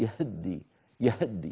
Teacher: ومن العرب من يفتح الهاء قليلا ليتخلص من اجتماع الساكنين فقول يهدي، يهدي يعني فتحة ناقصة بسموه اختلاس يهدي.